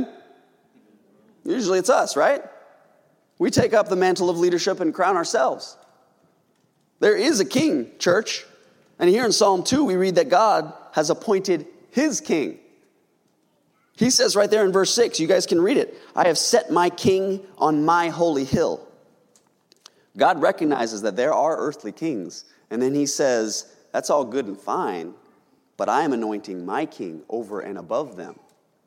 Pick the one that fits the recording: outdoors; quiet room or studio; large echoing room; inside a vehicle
large echoing room